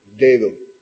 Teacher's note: Luego, esa la pronunciamos tensa, dedo. Pero la segunda D, la de dedo, es más relajada